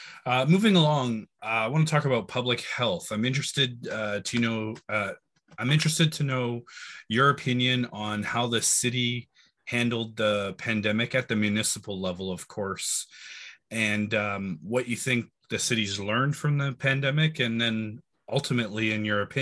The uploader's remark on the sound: we were having audio issues during this recording